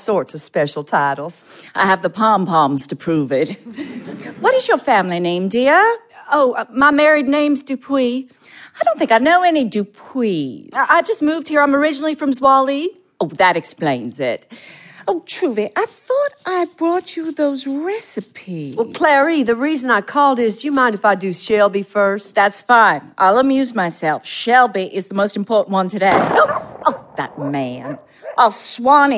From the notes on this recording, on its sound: recorded before an audience